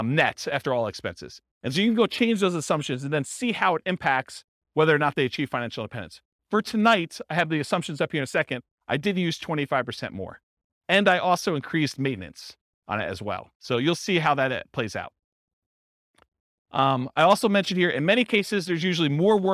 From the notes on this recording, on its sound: This was a live class recorded